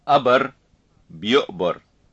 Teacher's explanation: Glottal stop in word initial and word medial position.